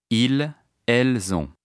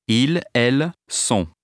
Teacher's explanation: Notice that ils ont rhymes with ils sont, but be careful to distinguish them in pronunciation. Ils ont has a z sound due to liaison, whereas ils sont has an s sound.